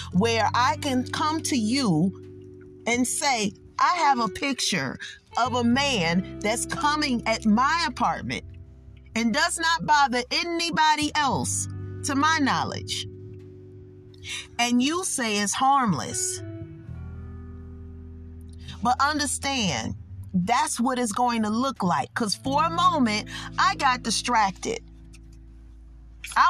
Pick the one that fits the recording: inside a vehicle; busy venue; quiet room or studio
inside a vehicle